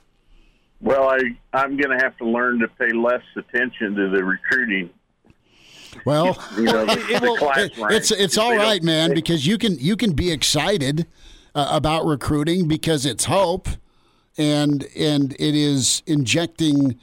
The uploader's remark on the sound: Gauging the reaction of Husker Nation by fielding phone calls from listeners who chime in to give their thoughts on the loss.